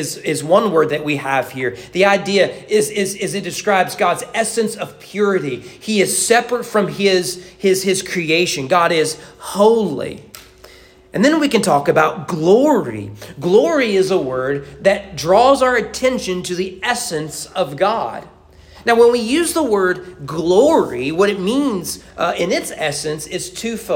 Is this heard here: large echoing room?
yes